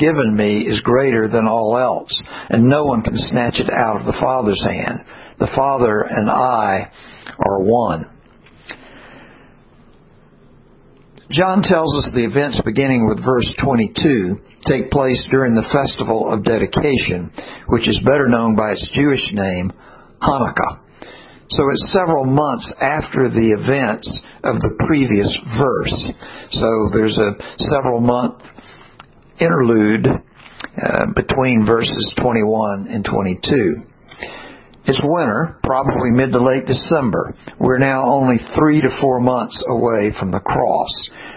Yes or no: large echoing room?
yes